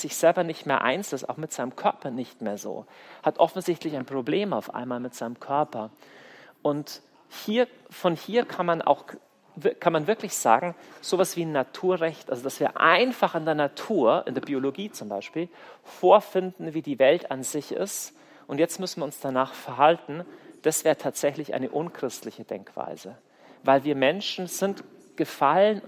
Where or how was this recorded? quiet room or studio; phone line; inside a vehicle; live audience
live audience